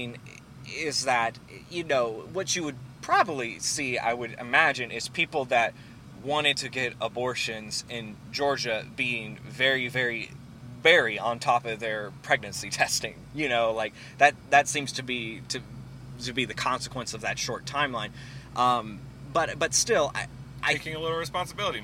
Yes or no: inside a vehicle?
yes